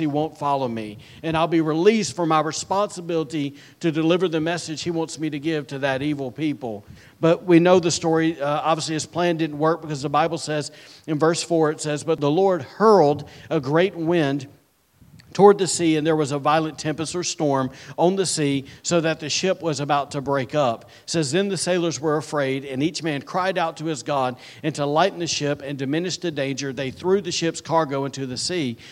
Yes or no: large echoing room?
yes